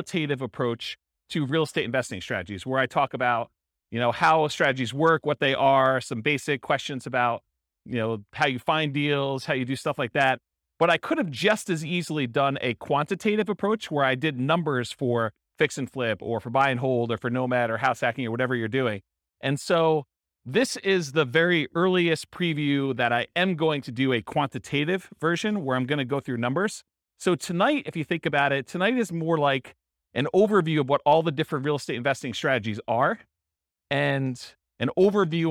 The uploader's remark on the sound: This was a live class recorded